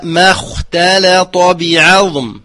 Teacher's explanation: ترقيق تاء واللام ثم تفخيم الطاء